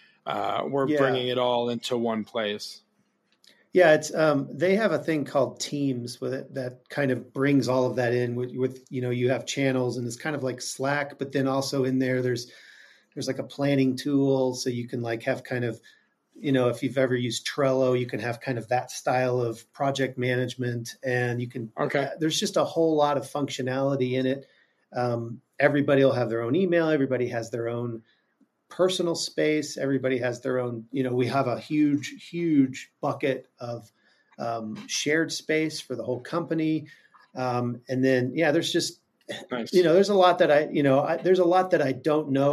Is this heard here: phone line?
no